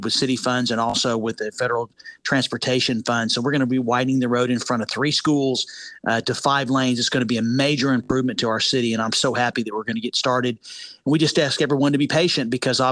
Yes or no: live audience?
no